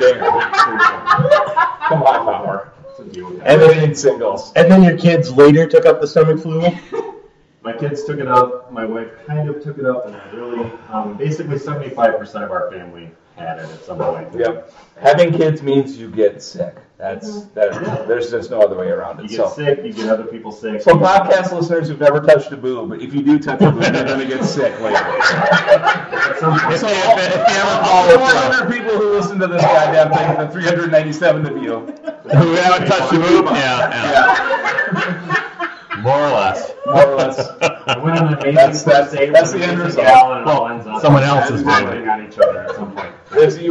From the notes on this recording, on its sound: Because of the noise, and the echoes. Live via satellite...